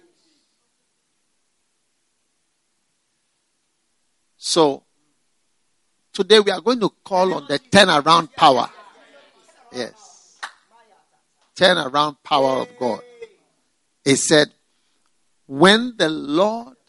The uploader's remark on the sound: Preached at the FLOW Service, First Love Church.